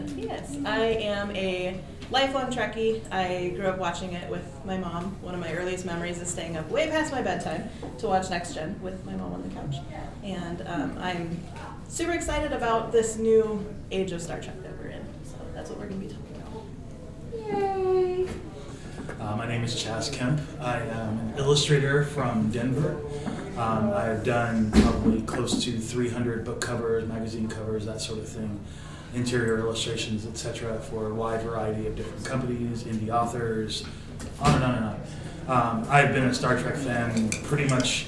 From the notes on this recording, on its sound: TusCon 50 Panel. In this panel room was some bad static and a electronic hiss, sadly the Wifi and Cell signal was so poor there was no Streaming happening as well. Panel Room 1.